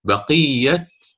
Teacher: فعندما سكنت الحرف، سكون التاء يجب أن آتي فيه بالهمس